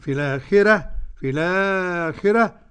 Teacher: الراء مرققة عند ورش على القاعدة بتاعته وصلا واقفا · Term: ترقيق الراء